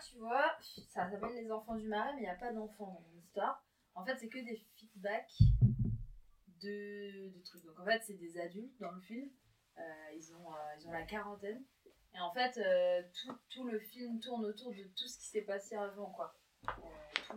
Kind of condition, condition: fault, poor sound quality